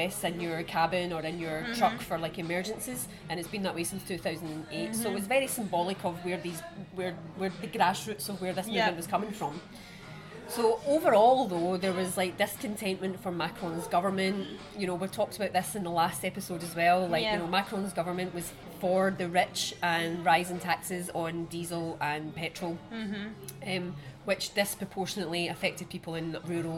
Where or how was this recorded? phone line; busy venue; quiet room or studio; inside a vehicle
busy venue